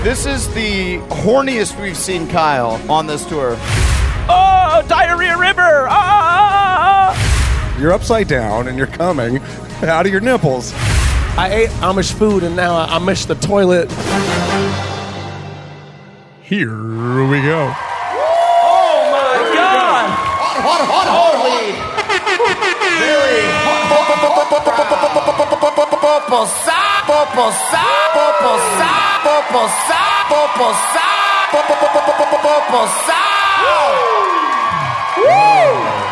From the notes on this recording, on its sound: Live From Columbus!